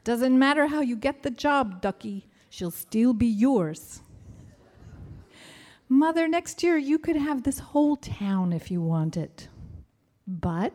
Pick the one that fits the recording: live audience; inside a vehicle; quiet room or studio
live audience